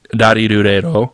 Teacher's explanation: The sound in Japanese, when transcribed into Roman letters, is 99.44% of the time given as R and not L. This actual sound, if you want to get technical, sort of sounds like a cross between L, R, and D.